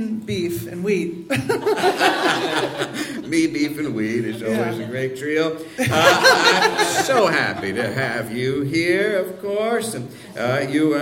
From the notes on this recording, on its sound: a spectacular live show recorded at The PIT in NYC